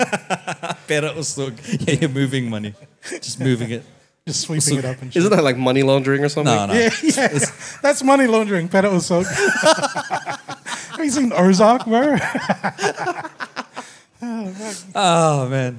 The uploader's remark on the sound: We are at the 1st Sydney UbeFest by 7000 Islands. The guys have a live audience.